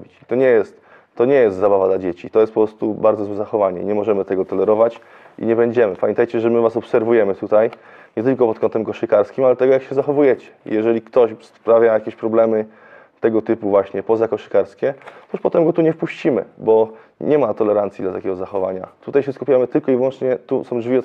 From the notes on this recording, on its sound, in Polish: Materiał nagrany podczas odprawy na Konsultacji Szkoleniowej w listopadzie 2022.